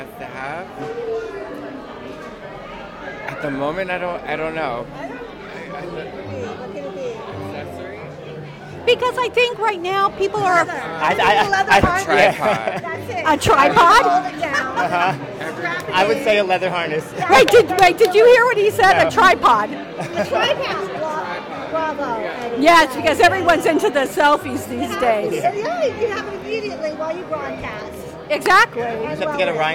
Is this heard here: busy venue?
yes